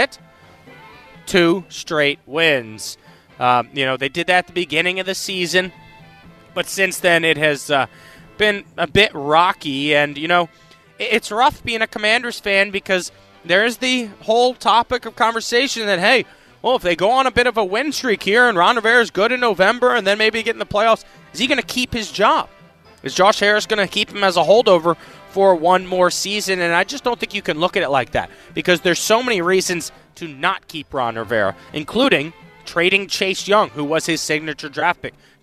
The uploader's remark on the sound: Coming at you live from River City Roll. He is trying his darndest at bowling during our commercial breaks, today!